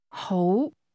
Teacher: The words I, you, and well are all pronounced with a rising tone, but I and you start from a lower pitch.